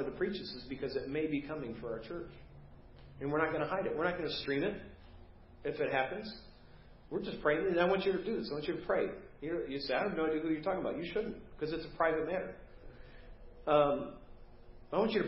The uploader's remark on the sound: Preached at First Baptist Church of Hazel Park